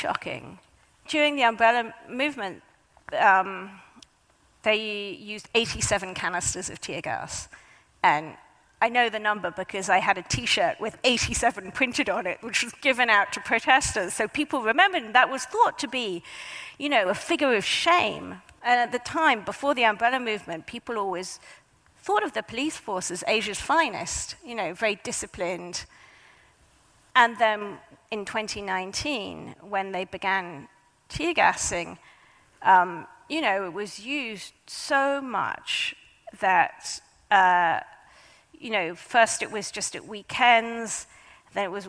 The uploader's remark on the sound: A highlight of the 2023 Auckland Writers Festival.